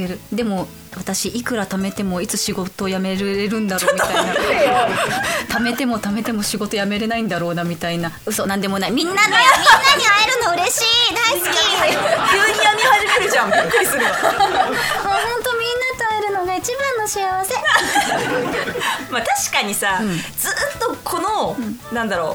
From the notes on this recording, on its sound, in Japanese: 約8ヶ月ぶりの公開収録です！